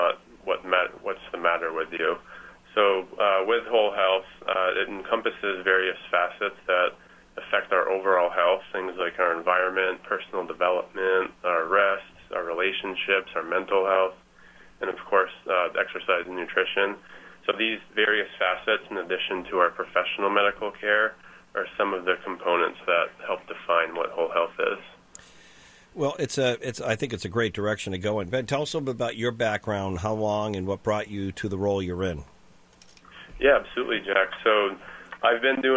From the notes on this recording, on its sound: called into GMNH